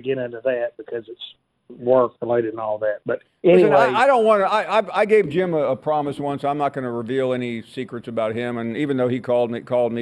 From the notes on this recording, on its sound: we continue taking your phone calls